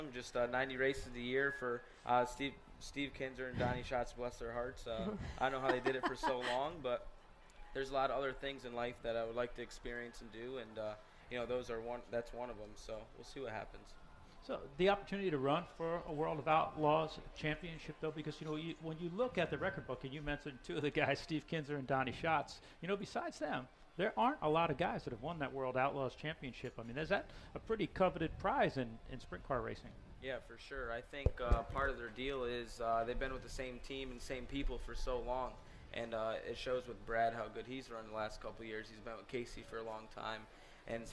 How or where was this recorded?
busy venue